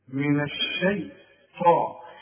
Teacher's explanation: الطاء هي مفخمة، والطاء من أعلى الحروف المفخمة لأن بعدها ألف